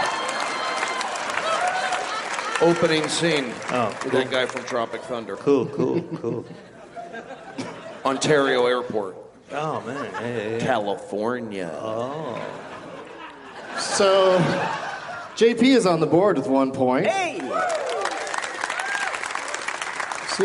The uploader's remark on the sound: Live from Toronto's Just For Laughs Festival